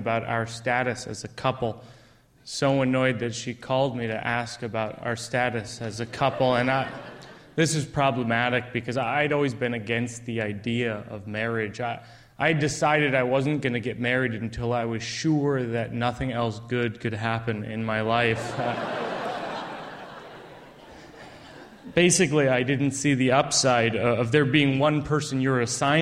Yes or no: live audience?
yes